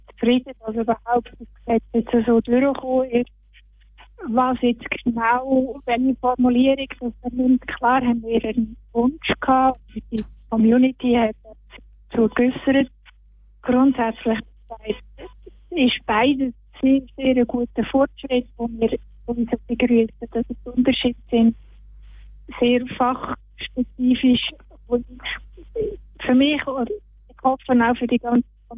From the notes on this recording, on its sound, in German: Ein Überblick zur Debatte des Grossen Rates in Basel-Stadt sowie ein Telefoninterview.